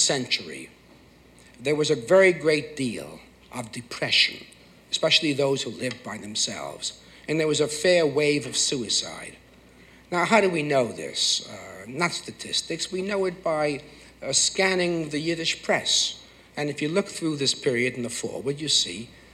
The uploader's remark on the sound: Recorded on Feb 10, 1976 at New York's 92nd Street Y